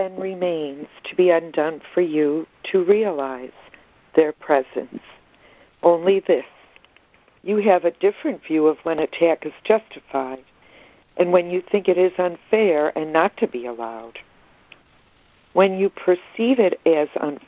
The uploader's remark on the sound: ACIM Daily Conference Call